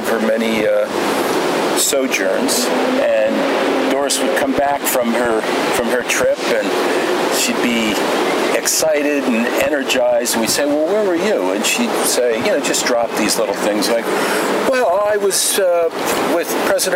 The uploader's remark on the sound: walk and talk at the Boston Common and Public Garden.